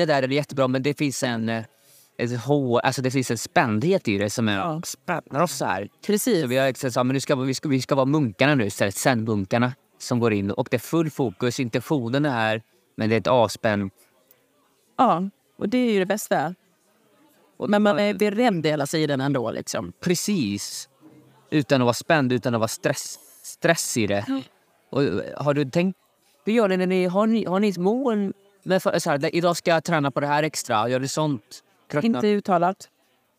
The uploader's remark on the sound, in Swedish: Vi sitter på ett café och spelar in avsnittet så ibland hörs det lite ljud i bakgrunden.